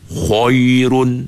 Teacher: Yang salahnya huruf ya di tengah tu. Sebab tebal kha, tebal ra, terbawa-bawa tebal huruf ya. Itu salah. Lepas tu kita pun nak pula cuba nipihkan ya.